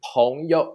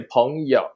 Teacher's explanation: we use the third tone to replace the neutral tone · Shown in: second take